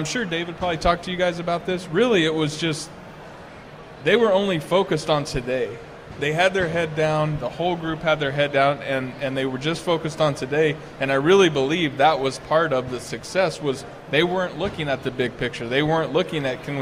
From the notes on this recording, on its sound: LIVE from Redsfest